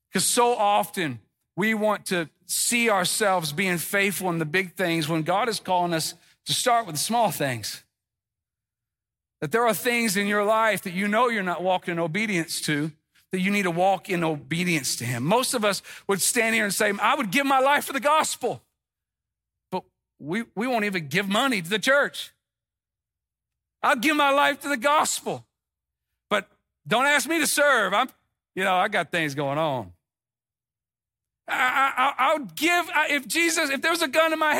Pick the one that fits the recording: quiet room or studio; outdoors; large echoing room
large echoing room